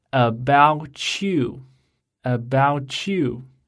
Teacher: 他们连读的时候可不是 t 的音，而是 ch 的音。比如 how about you 连读后不是 aboutyou，不是 aboutyou，而是 About you, about you. · Term: t 和 ye